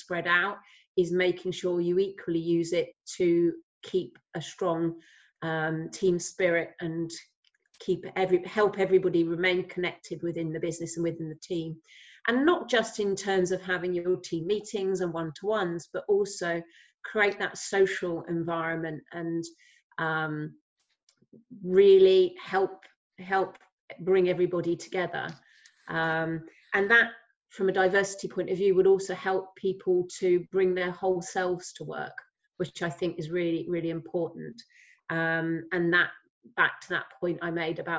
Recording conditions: video call